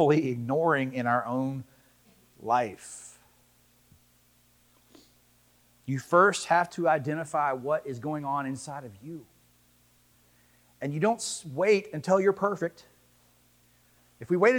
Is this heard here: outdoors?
no